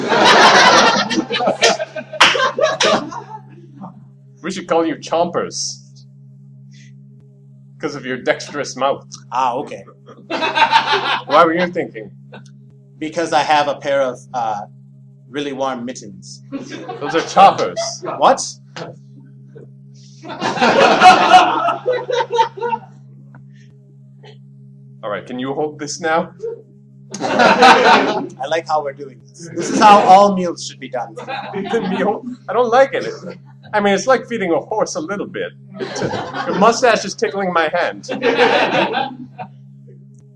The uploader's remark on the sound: Recorded live in front of an audience at HUGE Improv Theater in Minneapolis, MN.